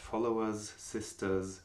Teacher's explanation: also das Plural S im Englischen ist oft stimmhaft.